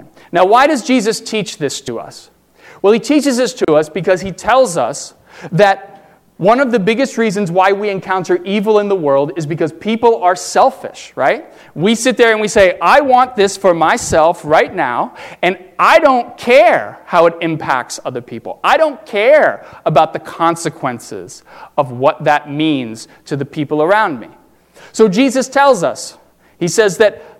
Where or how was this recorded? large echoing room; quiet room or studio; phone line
large echoing room